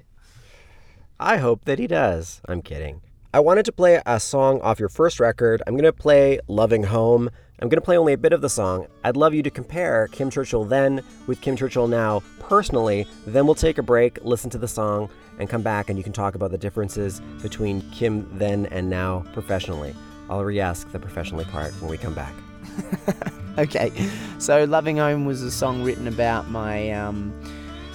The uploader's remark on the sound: As soon as I sat down in the van. We both slurped away watching the rain outside. Was back in Canada.